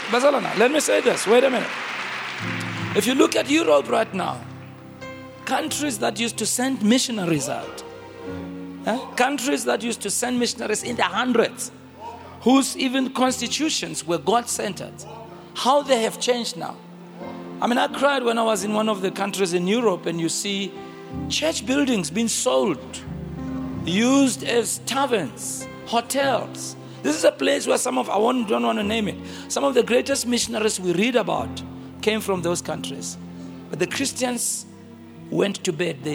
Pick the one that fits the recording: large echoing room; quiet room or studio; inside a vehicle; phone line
large echoing room